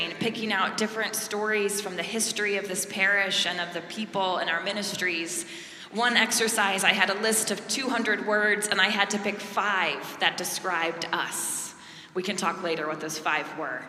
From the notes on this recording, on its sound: preached at our celebration of the Holy Eucharist on the Second Sunday after Pentecost